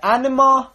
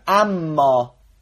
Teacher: یعنی تبدیل حرف اول به حرف دوم، ان شد میم · Shown in: second take · خوندیم اما، این به جهت ادغام بود.